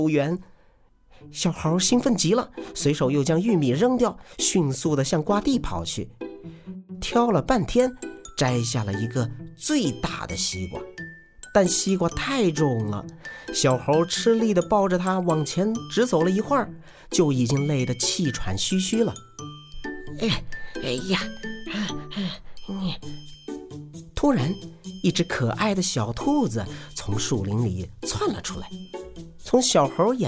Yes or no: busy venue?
no